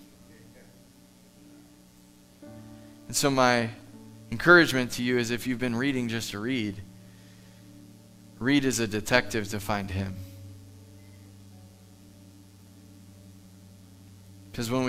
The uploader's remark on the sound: Live from The Summit Church in Dover, OH